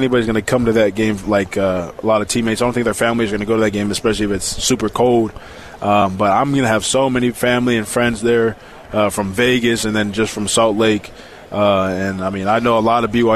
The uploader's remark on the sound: LIVE from Big-12 Media day